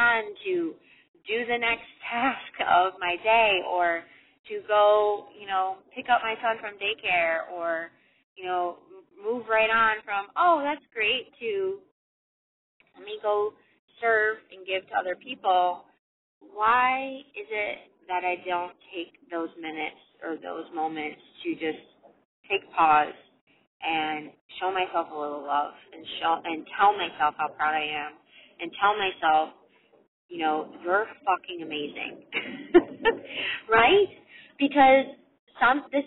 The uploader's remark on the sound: Recorded for you this short and sweet and imperfect episode in my car